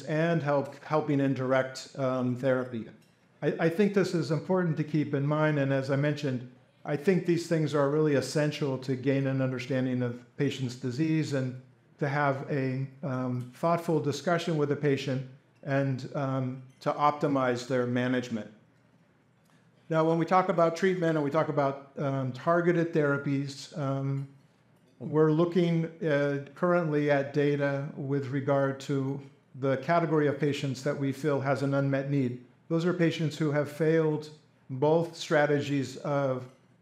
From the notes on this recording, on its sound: A symposium that was recorded at the Society of Hematologic Oncology’s 11th Annual Meeting. A panel of leading CLL experts use conversational, case-based dialogue.